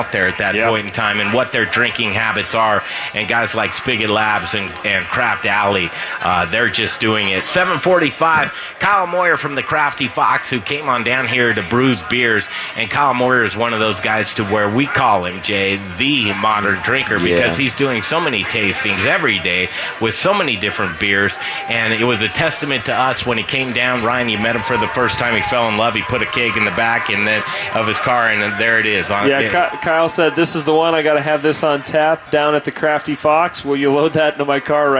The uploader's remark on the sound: We're live at Bruz Beers for their one year anniversary party! There's live music, food, games and much more!